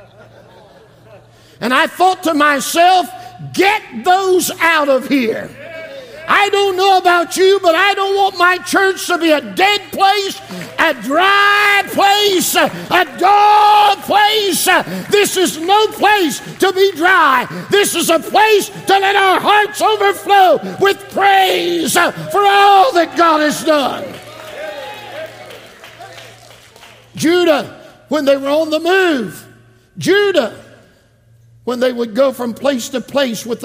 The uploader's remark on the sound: This message was preached from the 2023 Calvin - Doris Evans Memorial Camp Meeting.